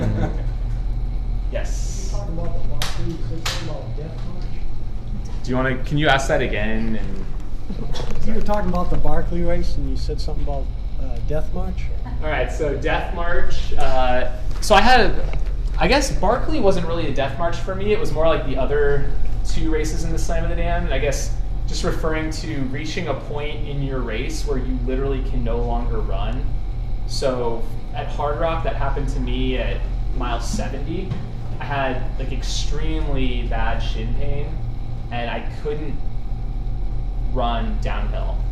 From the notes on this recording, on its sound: Live at Sole Sports in Tempe, AZ.